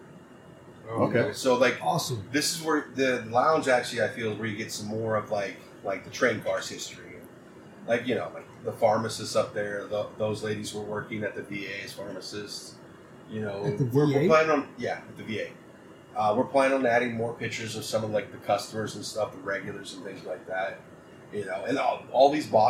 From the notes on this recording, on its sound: ZAZ Studios goes remote as we record this week’s episode inside a train car at The Train Car, in Big Spring Texas.